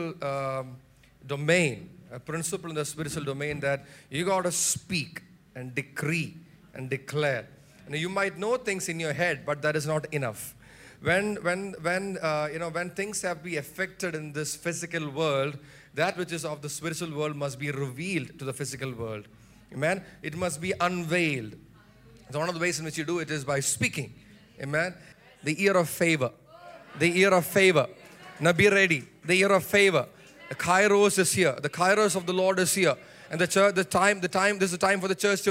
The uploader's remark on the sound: preached at Sunday Service on 21 January 2024 at Revelation Church.